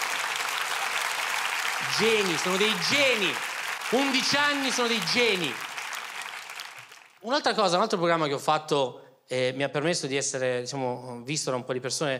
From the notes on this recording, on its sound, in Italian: Registrato al Teatro Manzoni di Milano